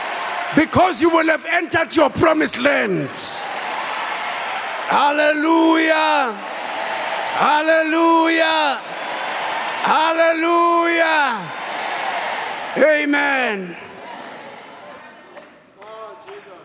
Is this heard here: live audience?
yes